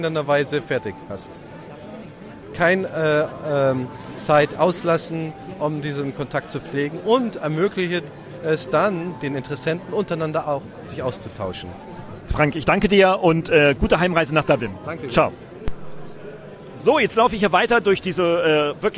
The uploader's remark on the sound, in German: Live von den Digital Heros 2019.